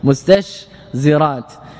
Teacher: توسط الشين وهي مهموسة الرخوة، بين التاء وهي مهموسة شديدة، والزاي وهي مجهورة. إذن لكونها لوقوع الحروف هنا بين، أو لوقوع التنافي والتنافر بين الحروف، حكمنا عليها بكونها غير فصيحة.